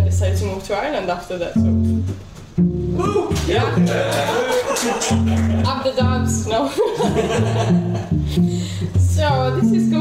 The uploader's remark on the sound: Today’s episode was a live recording in front of an audience